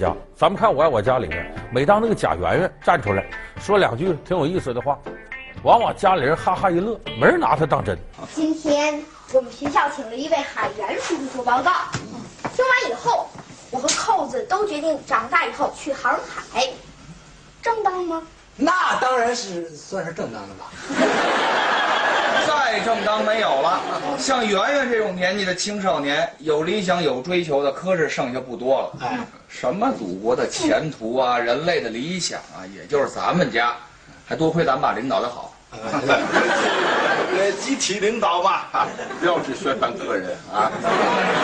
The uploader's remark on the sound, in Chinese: 是山西衛視。還有聽故事的觀眾。